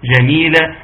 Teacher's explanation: مد عوض عن التنوين ومد المقدار حركتين